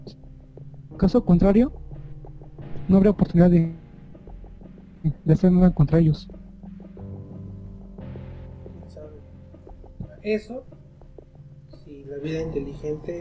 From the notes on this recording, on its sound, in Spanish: Sentimos las fallas de origen respecto al audio, una disculpa de ante mano.